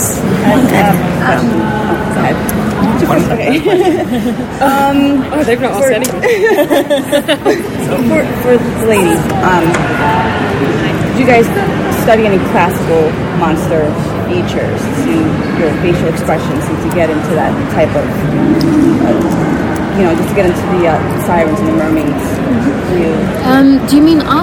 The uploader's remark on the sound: Sneak Peek at New York Comic Con. This is a recording from a live roundtable interview, so you’ll hear lots of our questions, plus those of other journalists.